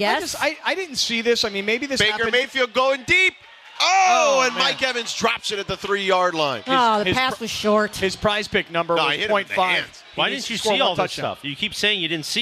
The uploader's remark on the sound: Live from Yaamava